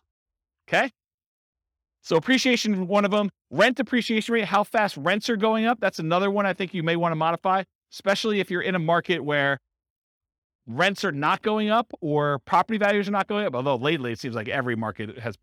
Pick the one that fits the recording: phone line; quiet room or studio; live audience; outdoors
live audience